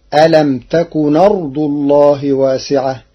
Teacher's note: قرأ ورش ألم تكن أرض الله بنقل حركة الهمز إلى الساكن قبلها فتصير ألم تكن أرض الله واسعة للتخفيف.